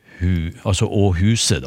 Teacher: har du et fall i den første tonen · Term: tonelag to